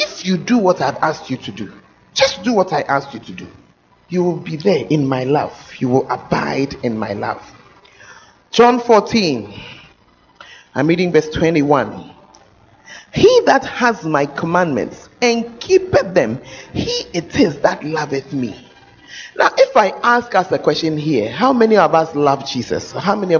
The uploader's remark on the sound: Preached at the First Love Center, Ayeduase